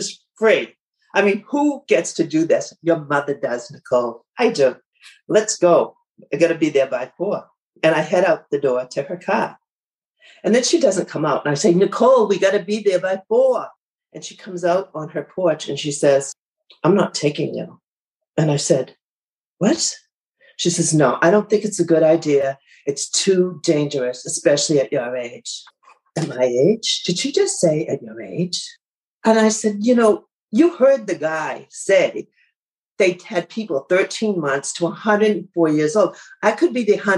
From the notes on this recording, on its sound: Two bold stories from Grit's Mental Health Happyish Hour (virtual) open mic